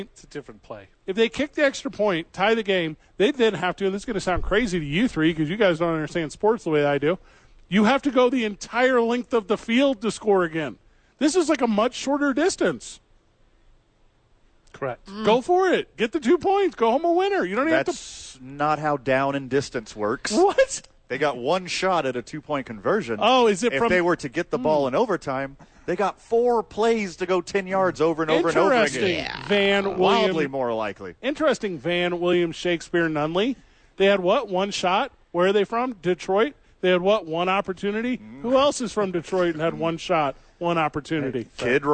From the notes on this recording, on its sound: live at the ABQ DUKE Store